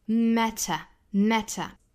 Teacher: matter 中间的这个 t 呢，英式发法是会把它爆破送气，很强的一个送气的